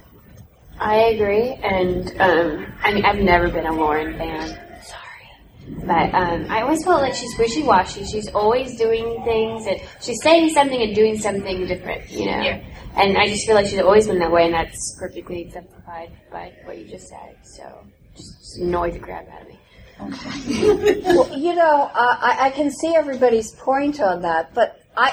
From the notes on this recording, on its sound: Fan Panel at Dragon Con 2014.